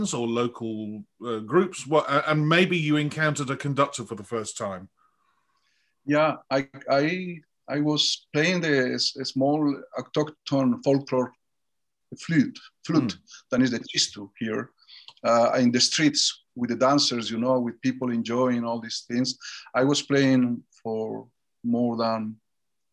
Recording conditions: video call